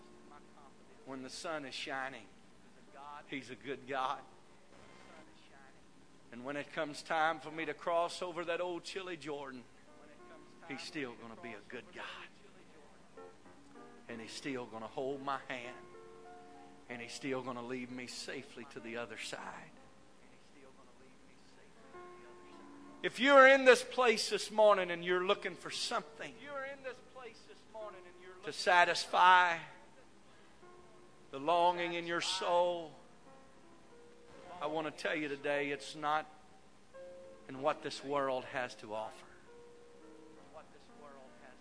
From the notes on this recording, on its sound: This message broadcast live from First Pentecostal Chuch of Silsbee Texas.